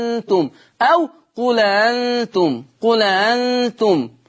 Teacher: وأأنتم دي الورش هيجي دلوقتي هنبين ما فيها لورش، لكن الهام المهم الآن أنه نعرف أن احنا بننقل حركة الهمزة الأولى إلى اللام · Term: النقل